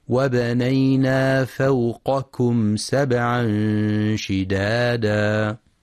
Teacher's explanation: يخطئ من يقرأ فوقكم بقافين أو كافين، والصواب أن يقرأ القاف باستعلاء ثم الكاف باستفال وهمس